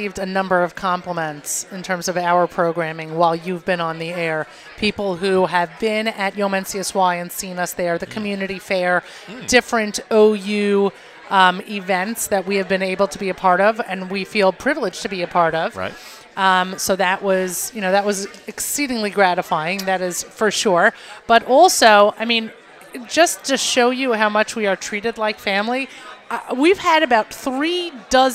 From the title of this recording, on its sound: NSN Live from NCSY StaffCon